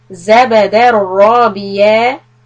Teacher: So hold the ya sound for two harakat.